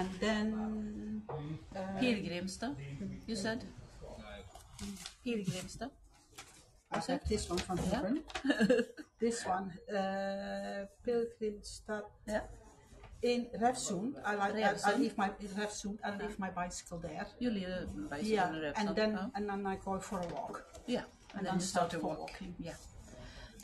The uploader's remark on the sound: Live from Selånger Pilgrimcenter